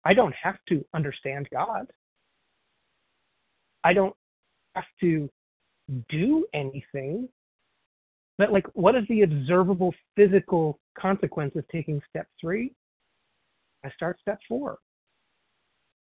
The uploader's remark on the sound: 100 Pounders Phone Meeting